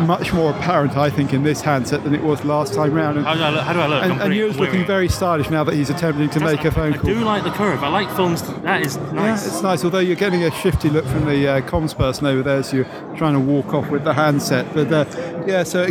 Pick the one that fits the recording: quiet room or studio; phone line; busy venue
busy venue